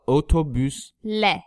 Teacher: So otobüs, ü is a front vowel, ü. So we use otobüs le.